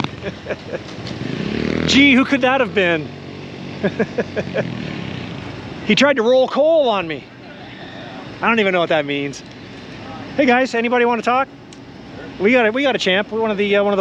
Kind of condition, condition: setting, outdoors